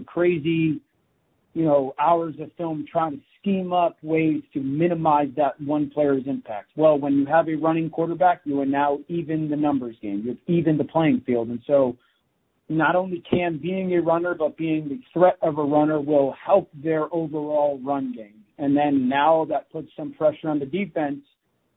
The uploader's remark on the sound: NFL Live Conference Call